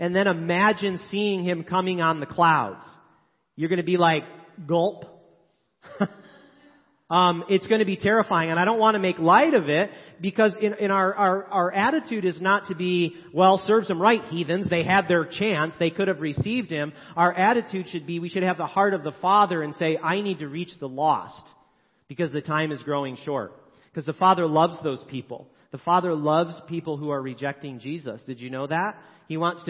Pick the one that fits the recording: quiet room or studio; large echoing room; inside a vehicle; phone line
large echoing room